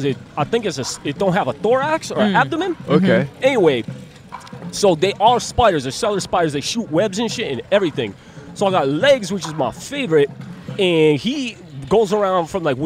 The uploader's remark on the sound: A Portland Street Faire. Recorded on 8/22/21 on SE Hawthorne St in Portland, Oregon.